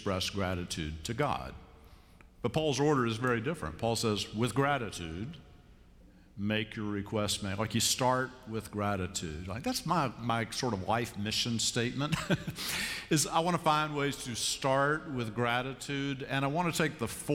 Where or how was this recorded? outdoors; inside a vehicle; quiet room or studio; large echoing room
large echoing room